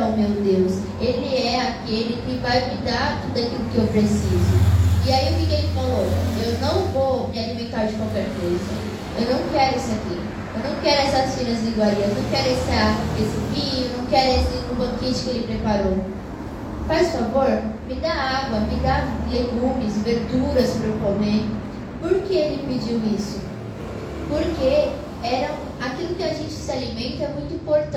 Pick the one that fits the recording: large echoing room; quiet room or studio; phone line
large echoing room